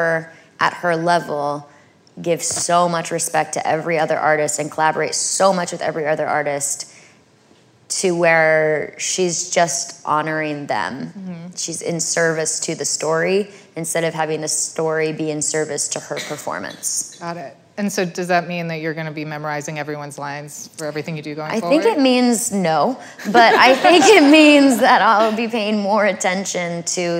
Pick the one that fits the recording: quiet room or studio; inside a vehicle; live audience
live audience